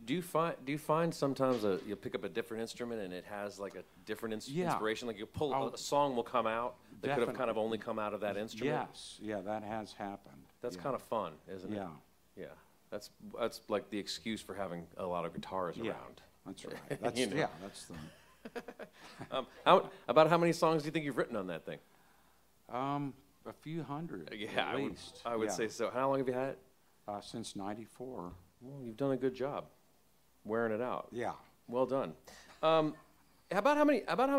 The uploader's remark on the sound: This episode was recorded live at The Grey Eagle.